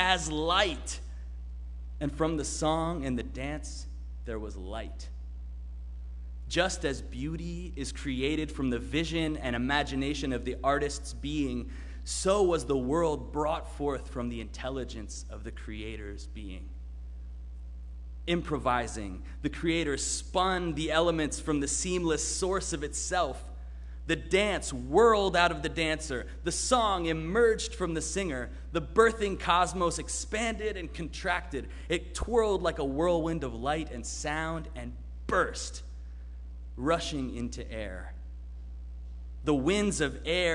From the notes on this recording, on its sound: Sermon preached at RCHP on January 2, 2022.